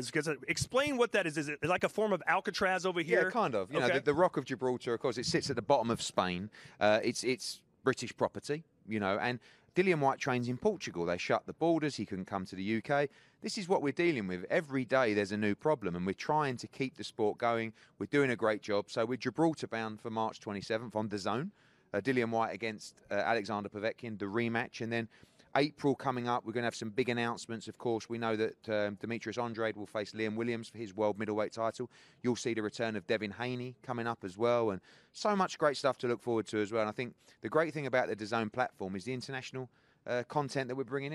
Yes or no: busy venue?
yes